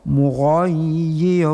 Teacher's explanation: r itu tafkhim, ra panjang menjadi mad iwad baris dua di atas waqaf